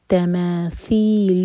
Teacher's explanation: हमारी ज़बान ऊपर वाली दांत को टच करेगी और थोड़ी सी टिप बाहर होगी हाज़िही تماثيل التي تي مد منفصل ہے چار حرکہ لمبا کھینچیں